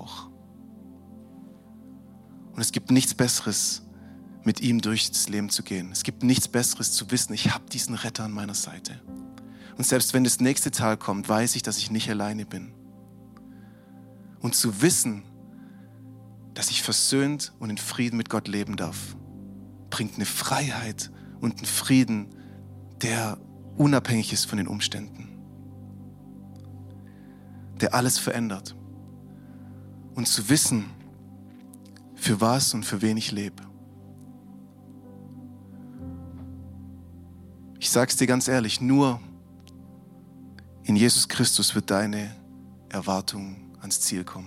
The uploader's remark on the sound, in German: Christmas at Lifepoint. DIe Predigt unseres Weihnachtsgottesdienstes.